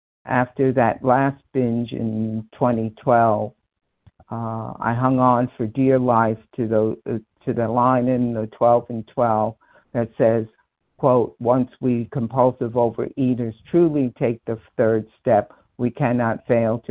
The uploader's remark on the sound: 100 Pounders Phone Meeting, 8/21/23